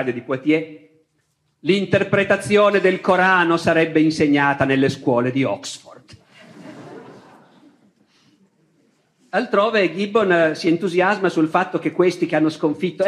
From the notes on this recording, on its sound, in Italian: Tratto dalle Lezioni di Storia dell’Editore Laterza. Registrato nel 2017 presso il Teatro Stabile di Genova.